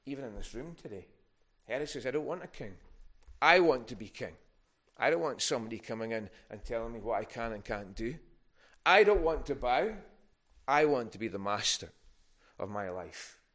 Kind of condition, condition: setting, large echoing room